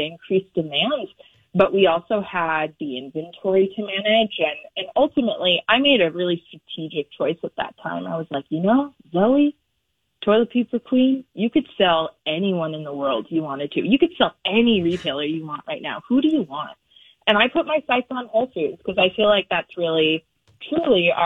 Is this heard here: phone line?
yes